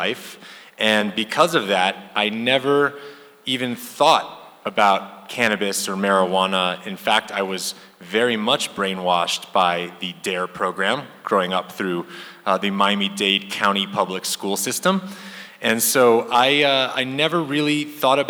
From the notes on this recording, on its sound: Live from the International Church of Cannabis.